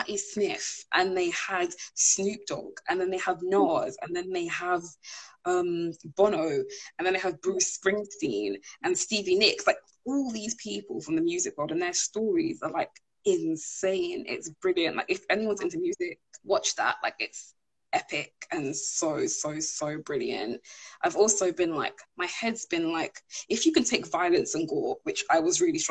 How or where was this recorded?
video call